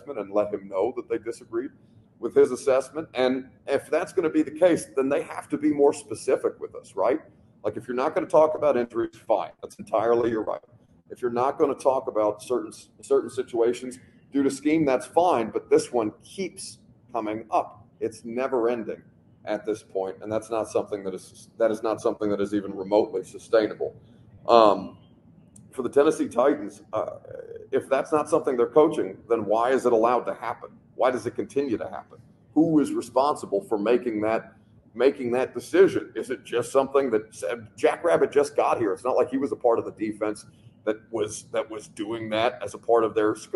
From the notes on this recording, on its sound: LIVE from the Miami Airport